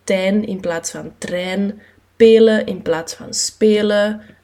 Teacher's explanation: een proces waarbij kindjes een cluster of een, een medeklinkerverbinding niet kunnen maken en dus gaan vereenvoudigen tot één medeklinker · Term: clusterreductie